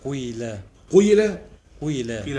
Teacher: ابدا بضمه خفيفه واثني بياء زي اشمام